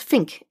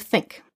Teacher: students will say more of an F sound instead of a TH sound